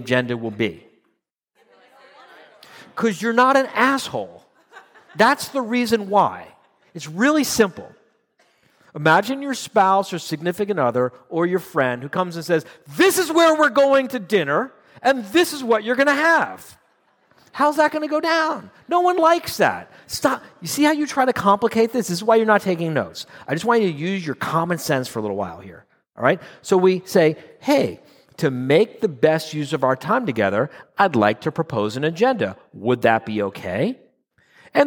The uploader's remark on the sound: 2022 live quarterly meeting in Phoenix